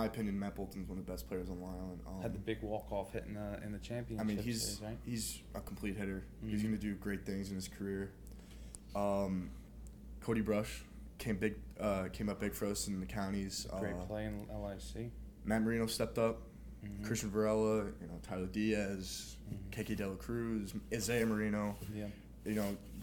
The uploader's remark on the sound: On this episode, we are recording live from LI Field House in Hauppauge, NY joined by two very special guests.